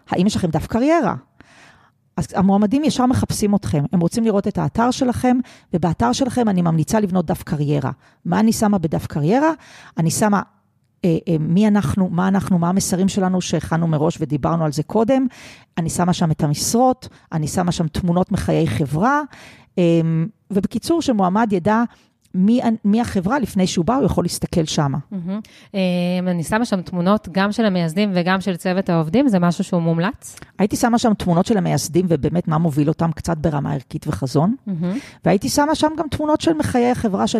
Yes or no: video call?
no